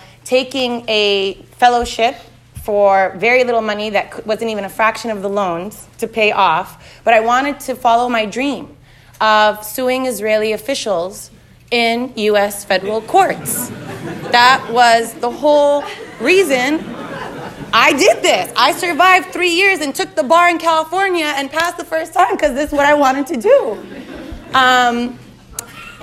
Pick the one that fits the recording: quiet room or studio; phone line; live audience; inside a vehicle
live audience